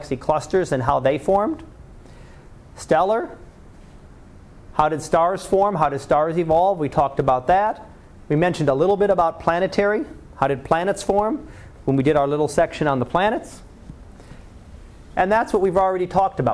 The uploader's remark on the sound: Live Class Lecture